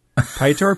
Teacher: one syllable with a rolling voiceless R at the end. Pytor, P-Y-O-T-R.